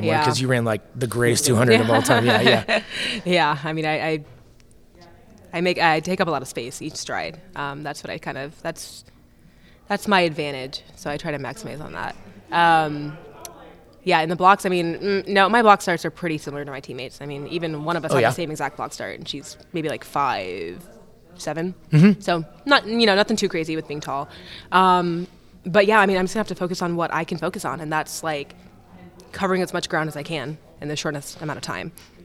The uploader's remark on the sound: LIVE from Las Vegas!